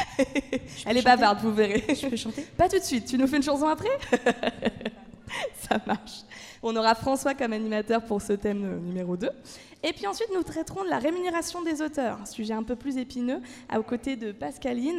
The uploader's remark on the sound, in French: Voici l’émission spéciale réalisée lors du Festival A Tours de Bulles 2019, par nos chroniqueurs BD.